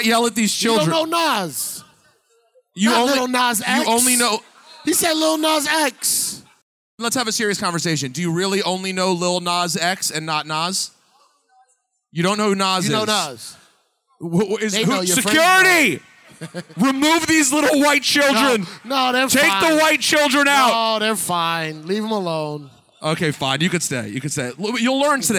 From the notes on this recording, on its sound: Live from Sneakercon in Detroit.